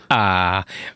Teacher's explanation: amikor azt mondom, hogy á, akkor valójában az előtte levő csöndes felpattanás jelzi az alef · Term: hangszalagzárat